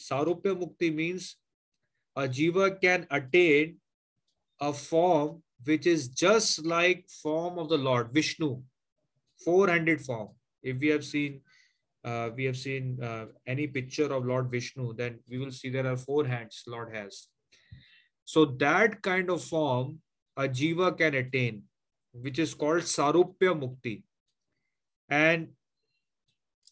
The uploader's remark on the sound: Zoom classes.